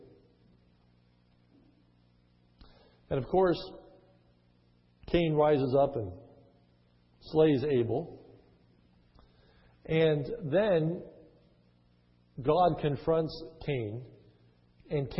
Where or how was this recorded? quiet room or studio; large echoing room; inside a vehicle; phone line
large echoing room